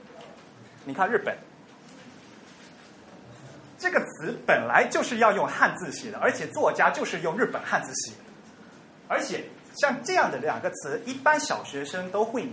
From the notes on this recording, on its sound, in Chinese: 于 7 月 16 日在同济大学中芬中心开讲。本期节目为现场录音的精选剪辑版。